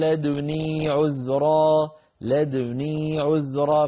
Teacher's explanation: بعد قلقلة الدال نضم الشفتين ثم نقول ني · Term: إشمام شعبة